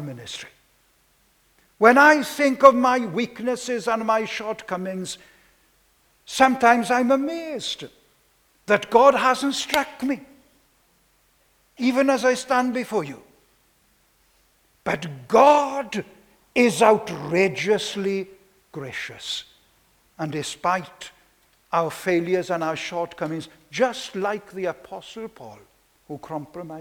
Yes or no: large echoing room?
yes